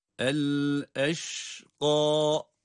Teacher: Eşka, şin harfi, ağızda sesin yayılacağı bir ses. El eşka, kaf da kalın ve meddi tabi ile okuyoruz.